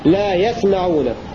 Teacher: وقرأ الباقون بسكون السين وتخفيف الميم هكذا لا يسمعون.